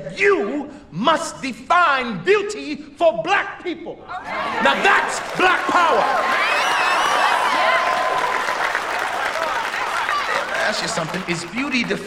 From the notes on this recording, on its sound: A full house at Chicago's Logan Center for the Arts. Live 2018 Wrap Party.